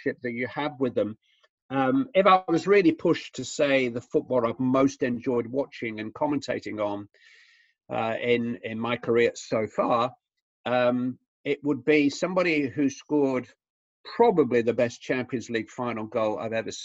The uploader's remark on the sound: Logged into a zoom call this week. It was easy to feel a bit out of place on the other end of the call.